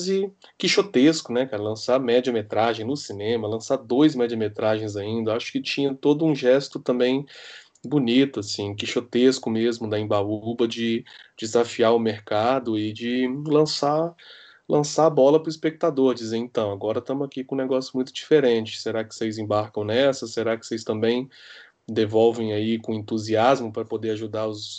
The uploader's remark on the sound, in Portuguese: Em tempos de pandemia e gravações à distância.